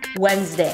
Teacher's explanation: make sure to go through the diphthong of the A as in day · IPA: ˈwenzdeɪ